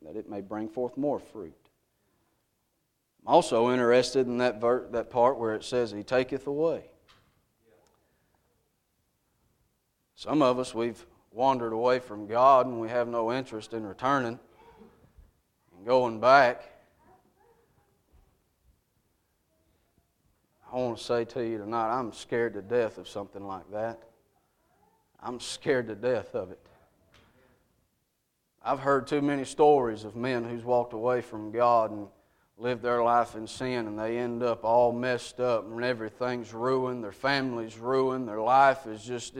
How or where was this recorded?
large echoing room